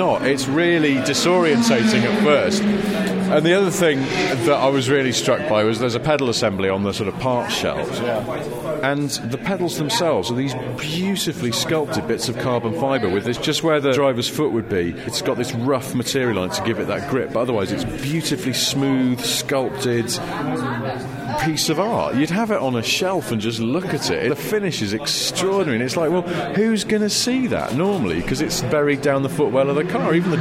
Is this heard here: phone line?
no